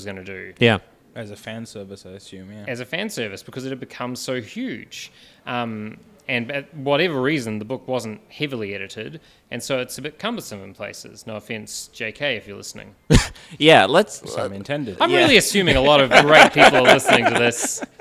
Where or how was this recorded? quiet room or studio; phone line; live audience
live audience